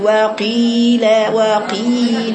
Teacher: اسحبيه بقوة ما تقوليش وقيل وتدعي كده في المد تدلعي لا الشيخ الحصري دايما تسمعي صوت مده أعلى من كل الكلمة